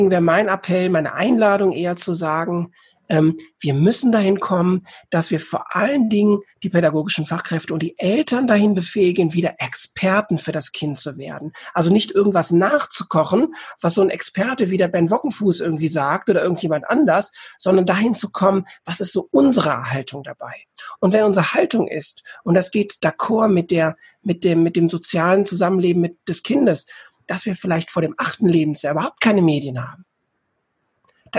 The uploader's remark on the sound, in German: Interviewmitschnitt vom Online Kongress "Zukunft Schule".